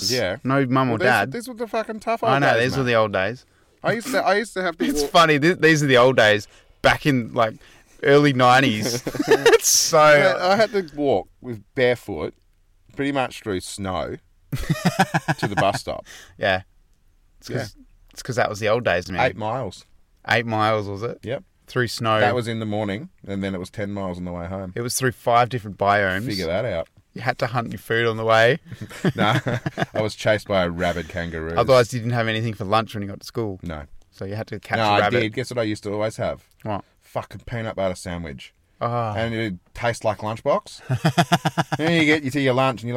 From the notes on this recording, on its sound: This week we took our cars out into the wild and literally found the roughest corrugated road in the universe to get ourselves down to a local swimming hole to record this episode. As usual mother nature had other plans for us.